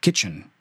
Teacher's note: So stressed syllable is kit, right? The first syllable. And then chun at the end.